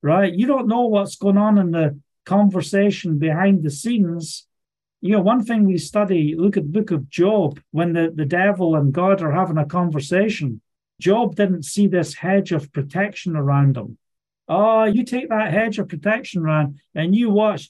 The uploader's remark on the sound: Live Zoom Call Message. From Scotland.